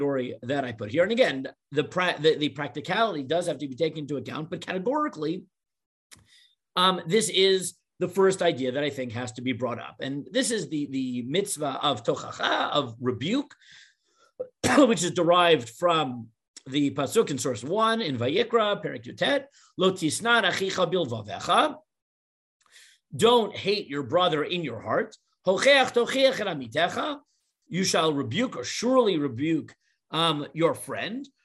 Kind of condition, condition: link, video call